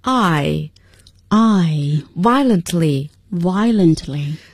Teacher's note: going to make you excited before you go to sleep milkshake 大家在喝奶昔的时候有时候用那个棒不断的去搅所以有这样的一种手动的感觉。是这样的，shake 摇晃、震动，shake 啊、嗯、是摇晃、震动的意思。刚刚也给大家介绍那个词啊，是 violently，也就是我们下面要学到的这个词，猛烈的、强烈的，violently。大家发这个单词的时候，一定要把自己的元音发到位，i 是双元音，滑动声音